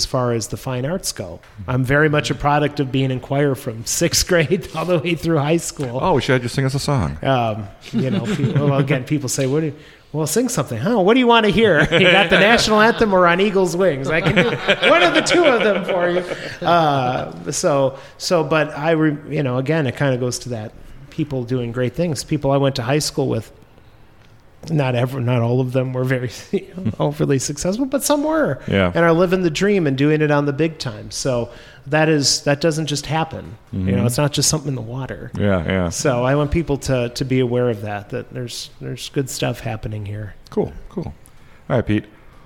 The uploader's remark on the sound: This episode was recorded on October 9, 2023 at Luigi’s Pizza Kitchen, 7531 39th Avenue. This episode was recorded on October 9, 2023 at Luigi’s Pizza Kitchen, 7531 39th Avenue.